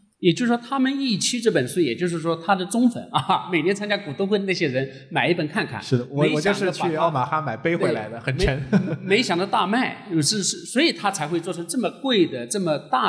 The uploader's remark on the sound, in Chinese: 来到现场。这期节目我们一起来听听当天的现场录制。